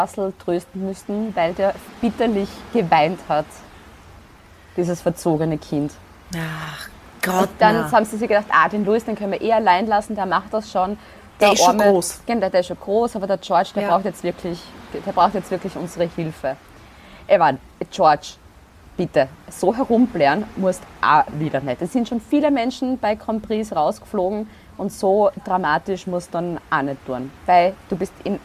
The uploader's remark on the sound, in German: Hintergrundgeräusche gibts oben drauf